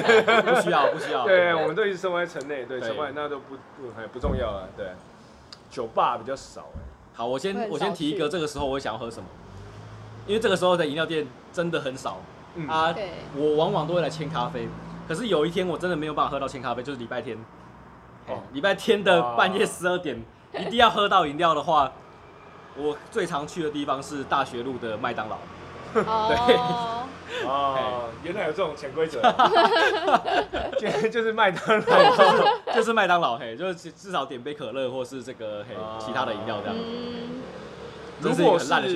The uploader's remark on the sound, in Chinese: 錄音地點：牽咖啡 Chen Coffee